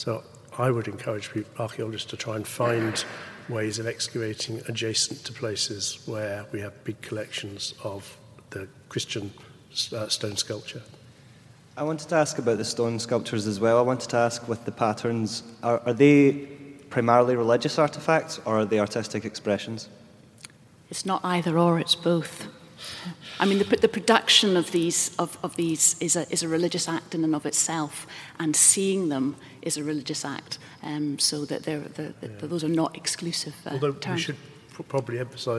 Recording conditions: live audience